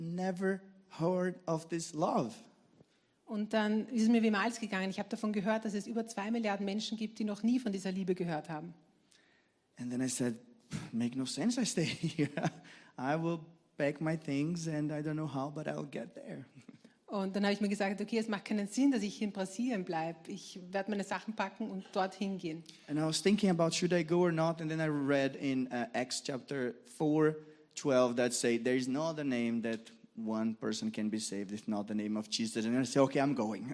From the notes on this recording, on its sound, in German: Gottesdienst live aus der LIFE Church Wien.